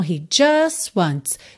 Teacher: Já o T de just eu posso omitir. Então eu ligo just wants.